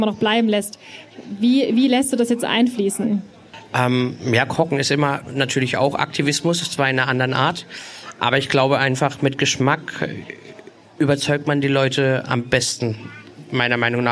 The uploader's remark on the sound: Live Podcast Special.